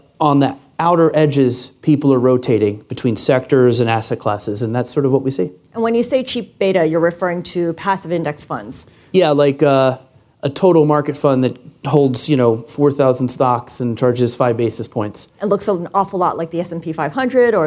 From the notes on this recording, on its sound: This special episode of Trillions was recorded in front of a live audience as a Bloomberg New Voices event.